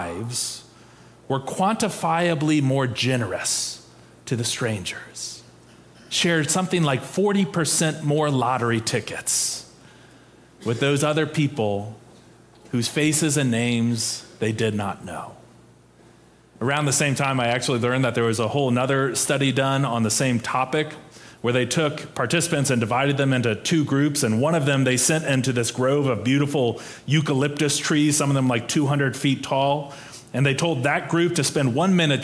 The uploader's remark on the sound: Preached on November 27, 2022, in our Sanctuary and MorningSong worship services.